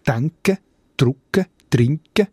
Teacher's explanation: im Glarnerdeutsch wird das «k» als «g» ausgesprochen, «denken», «drucken», «trinken» oder wie im letzten Satz, den man gehört hat, «das Geld im Sack».